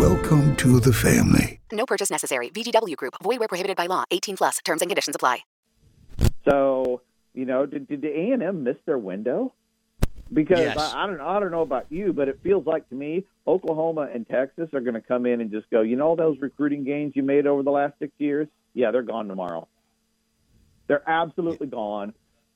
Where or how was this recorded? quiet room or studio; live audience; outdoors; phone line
phone line